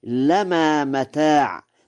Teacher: قوله تعالى: وإن كل ذلك لما متاع الحياة الدنيا، قرأ ورش: لما متاع بتخفيف اللام